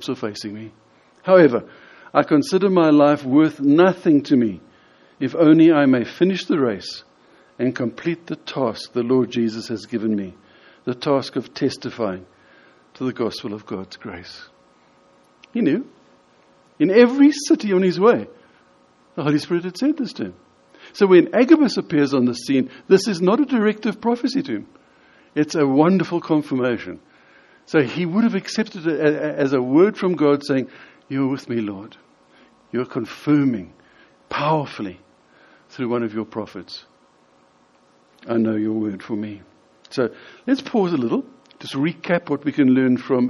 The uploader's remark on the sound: In this sermon, delivered at the Lonehill Village Church on Sunday 24th June 2018.